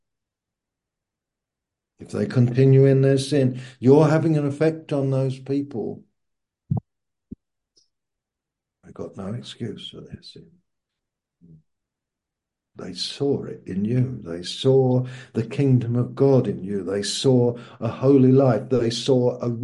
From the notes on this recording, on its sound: Malaysia Meets (Zoom).